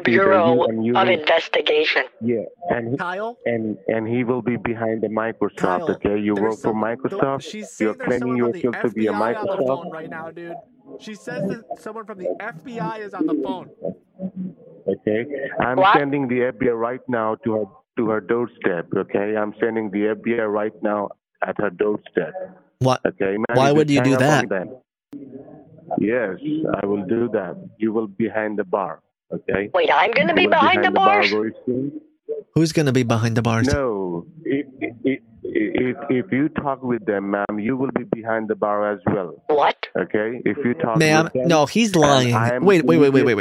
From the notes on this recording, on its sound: on the phone with multiple scammers